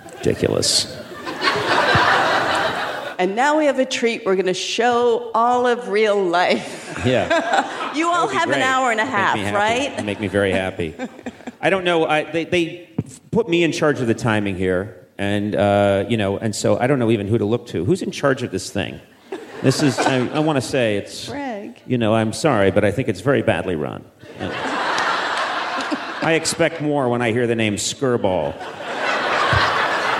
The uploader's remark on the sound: Recorded March 22, 2018, at the Skirball Cultural Center as part of the Writers Bloc Presents series.